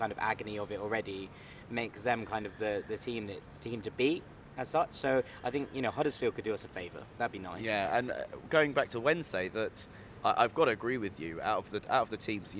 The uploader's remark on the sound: An extra episode of Fulhamish live from Craven Cottage.